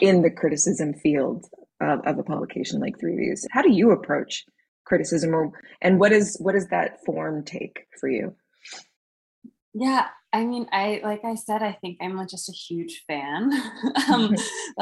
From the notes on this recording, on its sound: These discussions were live-streamed over zoom and recorded